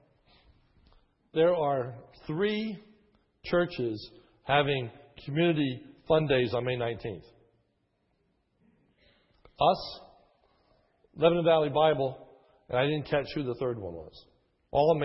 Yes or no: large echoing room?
yes